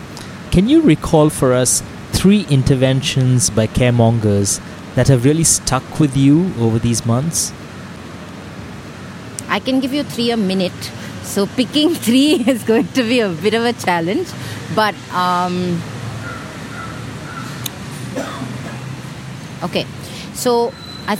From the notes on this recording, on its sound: Speaks with us at Airlines Hotel in Bangalore. Join us as we chat over the sounds of birds chirping and cars annoyingly revving their engines!